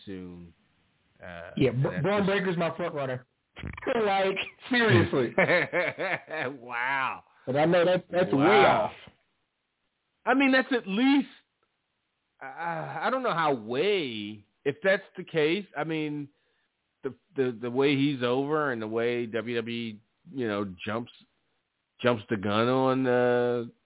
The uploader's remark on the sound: The ECC live is back and in full effect. Live calls and more. Weekly caller, email and tweet driven show.